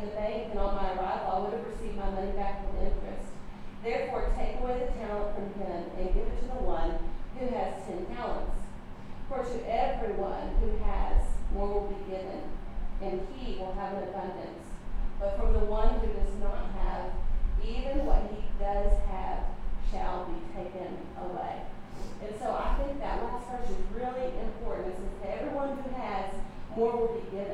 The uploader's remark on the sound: recorded at our June monthly gathering